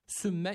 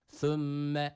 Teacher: Sümme yanlış okuyuştur. Thumme dil dişler arasında ileride. · Shown in: second take · Term: peltek olan t